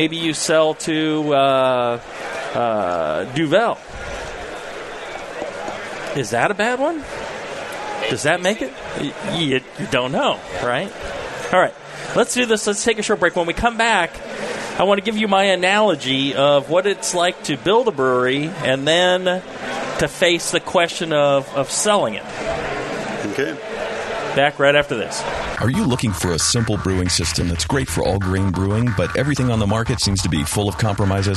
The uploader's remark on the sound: Homebrew Con and the National Homebrewers Conference for another live session. In front of a live crowd.